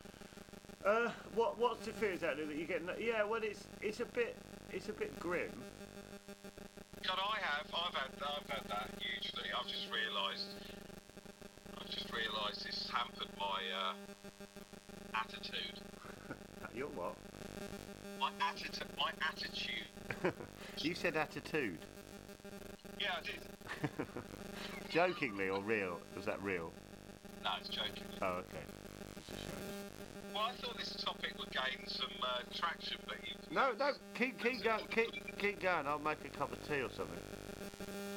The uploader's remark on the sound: we're really sorry about the audio